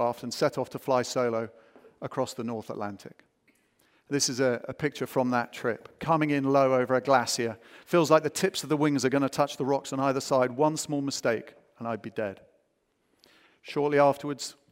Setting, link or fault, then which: setting, live audience